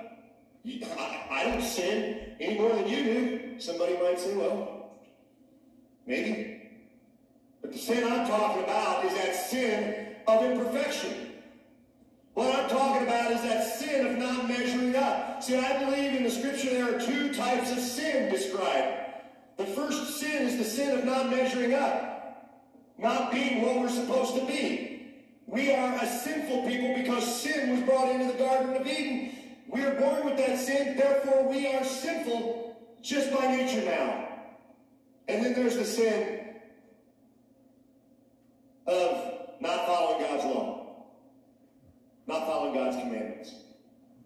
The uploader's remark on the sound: Sound issues week #2 of shut down.